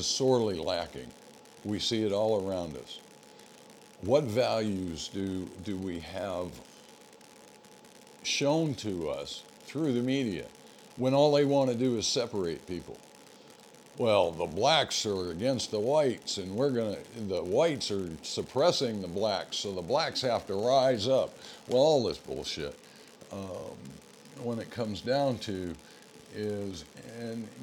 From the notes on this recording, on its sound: We are still working through the issues associated with equipment and recording. Please overlook the noise associated with my microphone being a bit noisy.